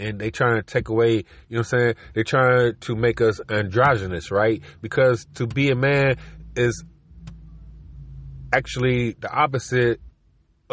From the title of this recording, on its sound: car record in the road